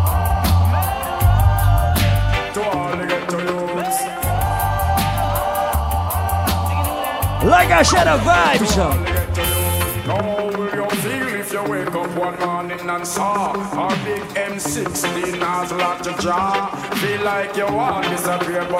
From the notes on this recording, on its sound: Live audio recording of my birthday bash